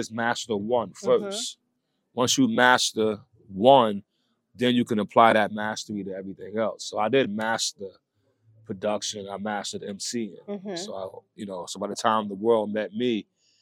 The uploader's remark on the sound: captures a behind the scenes conversation at the film’s premiere at Urban World Film Festival